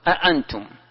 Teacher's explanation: التحقيق أن تحقق الهمزة الأولى والثانية